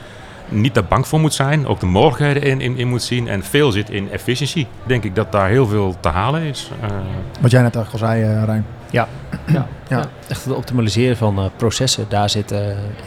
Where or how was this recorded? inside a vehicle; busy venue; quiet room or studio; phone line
busy venue